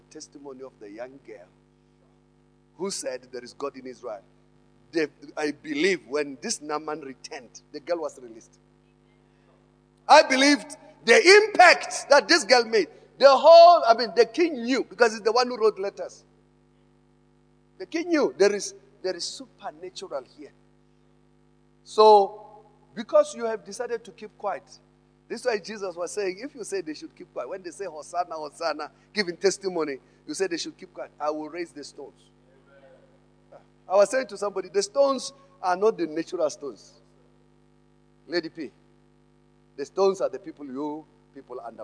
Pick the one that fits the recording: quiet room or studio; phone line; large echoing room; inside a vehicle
large echoing room